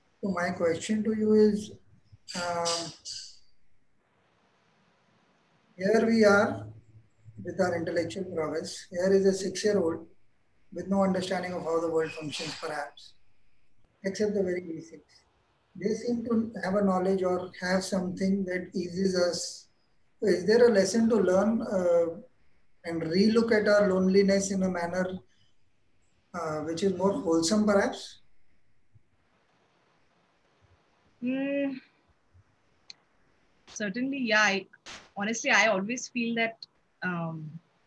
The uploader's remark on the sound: This is the audio part of a video conversation.